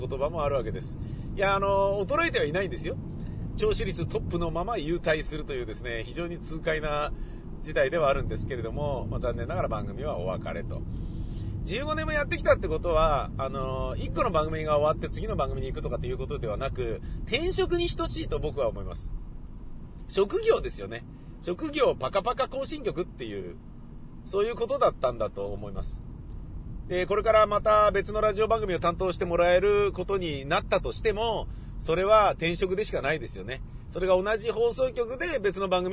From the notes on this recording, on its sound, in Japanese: 雨だったので、車で放送局に向かい車で自宅へ戻りました。その道中で車の中でぶつぶつ喋っております。